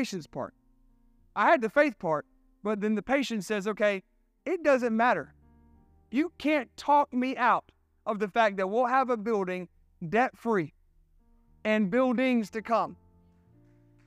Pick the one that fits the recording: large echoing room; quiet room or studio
large echoing room